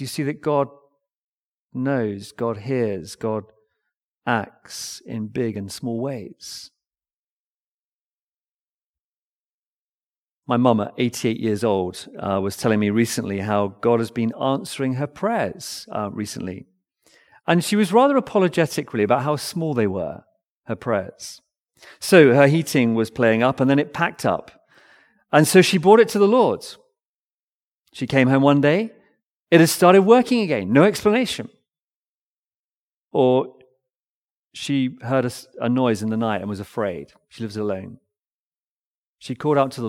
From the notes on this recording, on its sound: Recorded Live stream sermon from Binscombe Church (BWS) 18th February 2024